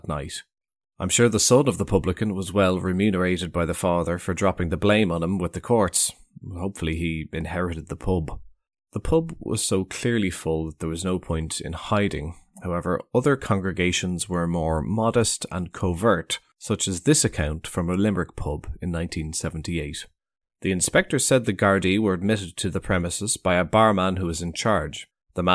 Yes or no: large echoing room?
no